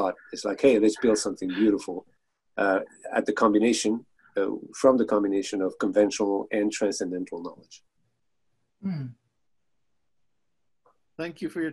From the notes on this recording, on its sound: From 6-27-2020 Zoom meeting. Thanks for listening and enjoying the four parts making up the Zoom meeting session.